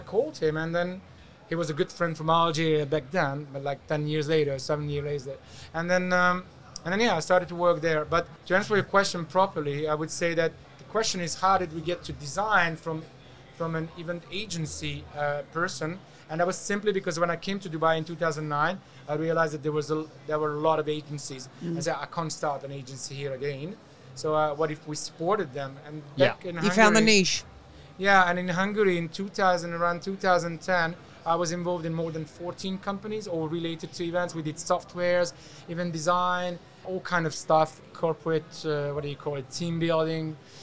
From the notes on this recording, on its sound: These episodes were recorded at the hugely successful Middle East Event Show.